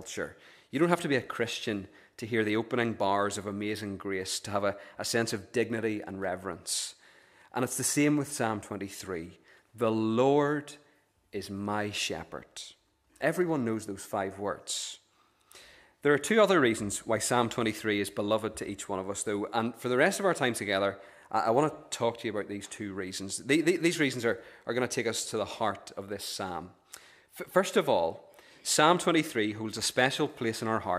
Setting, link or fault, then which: setting, large echoing room